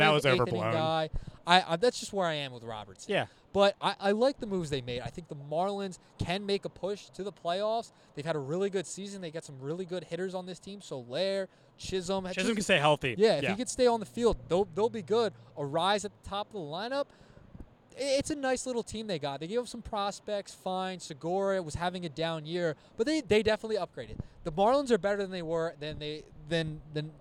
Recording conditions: busy venue